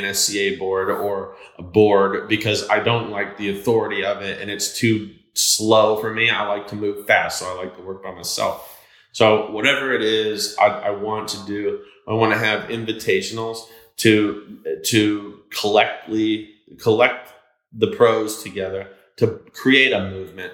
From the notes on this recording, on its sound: This was an impromptu podcast that was recorded at 2 A.M. In a hotel gym! It has a little bit of echo that we couldn't totally get edited out. Sat down, while in Florida, in an attempt to record a podcast.